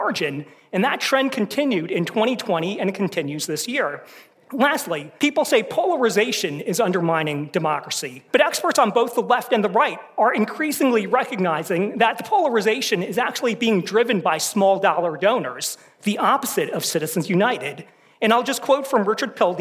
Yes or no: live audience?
yes